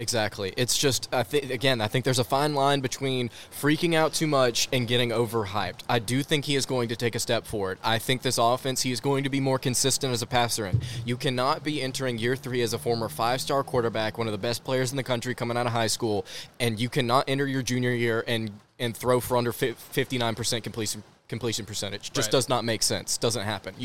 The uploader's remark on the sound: live from Baumhower's